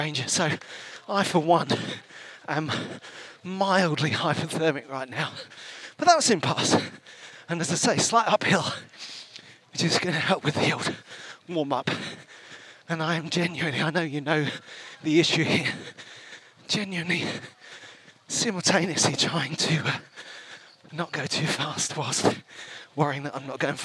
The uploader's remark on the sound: live and direct from the 2023 Brighton Marathon